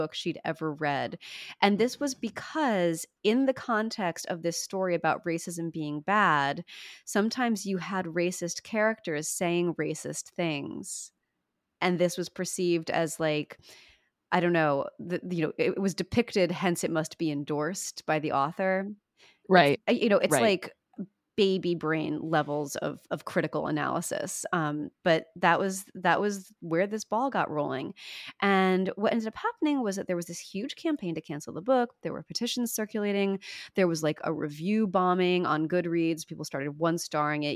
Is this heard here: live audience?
no